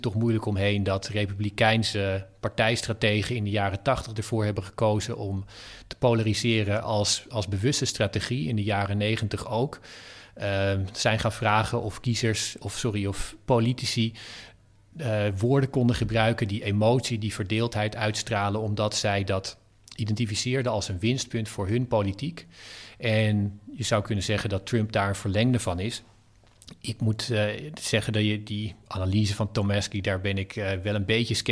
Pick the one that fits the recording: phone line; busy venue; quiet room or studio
quiet room or studio